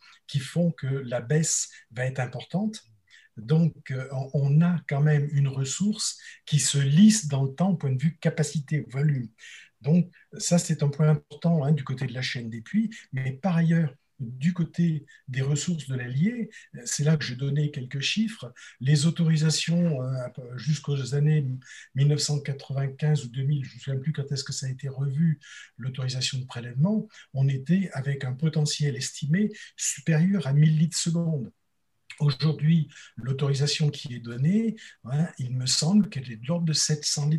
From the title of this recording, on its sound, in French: 29 janvier 2021 en visio